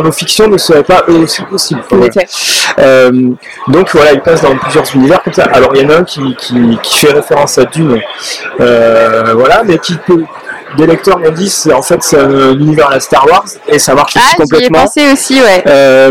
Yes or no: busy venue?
yes